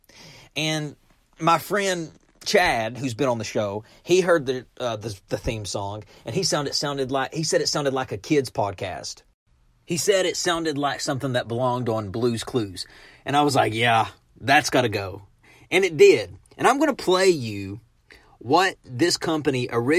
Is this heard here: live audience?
no